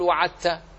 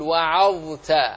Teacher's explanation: الضاء مع التاء لا إدغام بينهما · Shown in: second take · فلا تقل وعدت، قل وعظت.